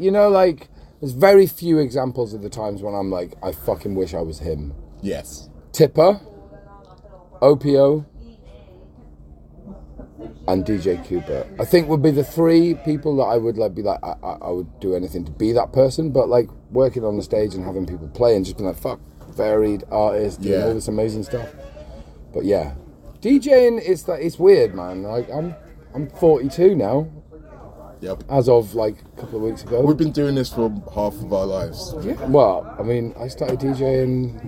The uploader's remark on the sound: Seeing as I got to spend 9 glorious days on Worthy Farm this year, it felt like a great idea to take advantage of the wealth of DJs onsite and grab a few words. This interview was recorded minutes after his headline set at Platform 23 in Shangri-La at Glastonbury 2023.